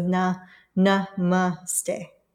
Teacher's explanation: it is pronounced with the emphasis on the second syllable. So like na, N-U-H, ma, M-U-H, and then ste, S-T-H-E, but short, like so na, na, ma, ste.